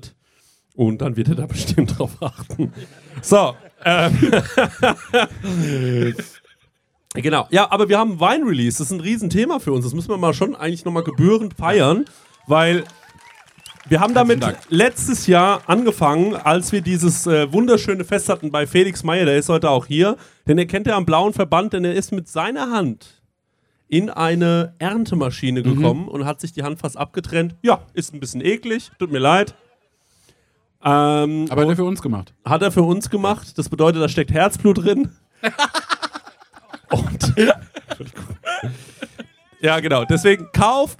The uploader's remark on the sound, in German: Sommerfest Live. Lauschet dem Live Podcast, der vor Ort gepredigt wurde.